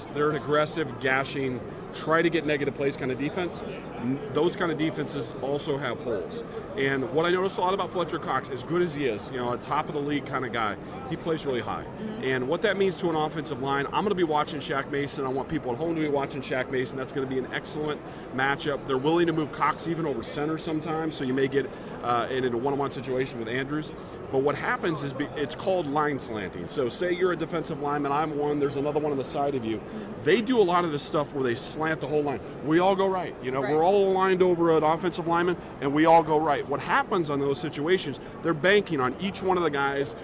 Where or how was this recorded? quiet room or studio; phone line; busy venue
busy venue